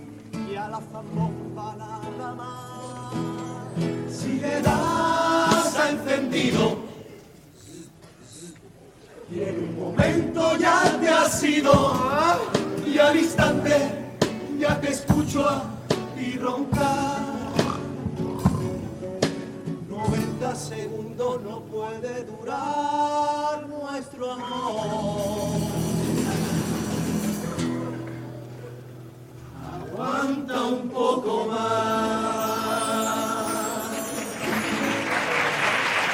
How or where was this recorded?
live audience